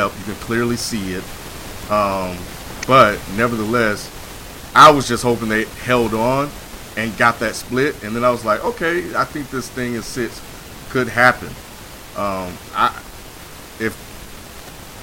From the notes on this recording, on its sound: Please note there is a hissing noise in the recording.